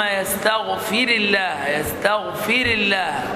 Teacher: تدقيق الراء لأنها مكسورة